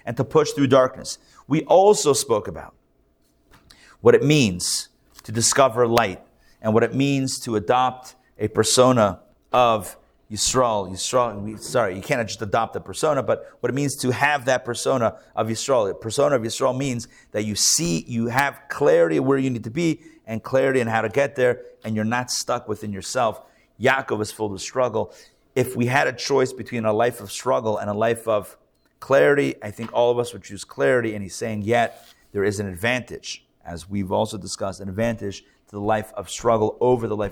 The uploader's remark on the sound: Recorded live at The Torah Center ATL on Sunday, October 22, 2023